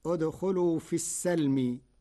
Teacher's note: قرأ ورش كلمة السلم بفتح السين فتصير ادخلوا في السلم.